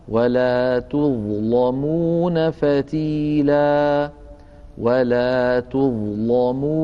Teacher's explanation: اللام مفتوحة وسبقت بظاء ساكنة لذلك فخمناها